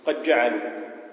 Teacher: إدغام الدال في الجيم